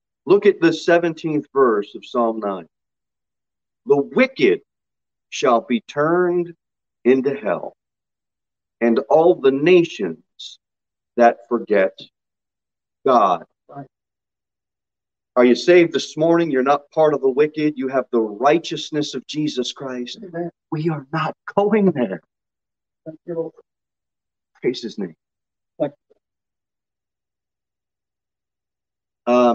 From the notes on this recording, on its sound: Sermon delivered at Pilgrim Baptist Church. Jere Whitson Rd.